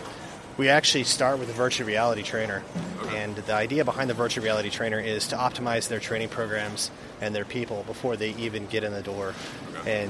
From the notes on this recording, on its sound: at The Raymond Corporation's MODEX 2020 booth